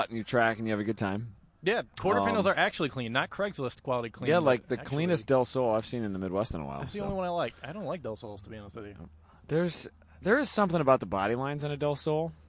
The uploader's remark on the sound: Live From Honda Meet